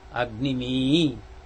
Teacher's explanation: A is stress accent, mi is musical accent.